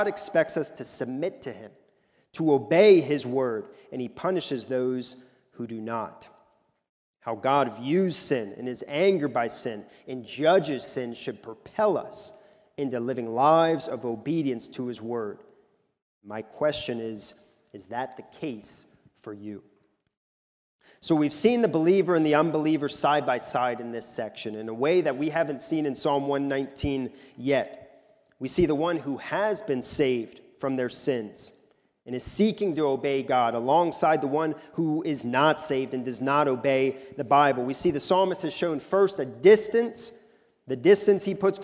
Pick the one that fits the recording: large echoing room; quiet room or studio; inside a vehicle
large echoing room